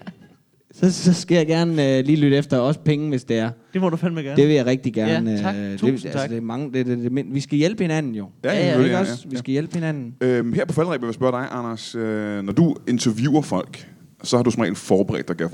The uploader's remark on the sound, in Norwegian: LIVE fra Mojo Blues bar